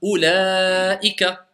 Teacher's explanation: la voyelle longue qui précède la hamza à l'intérieur du mot